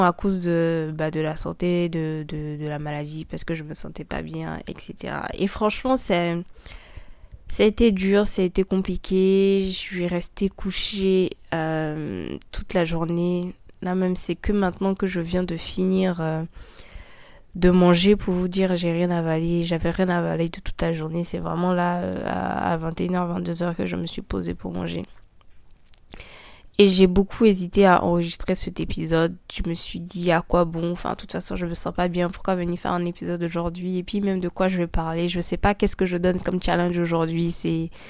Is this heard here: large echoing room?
no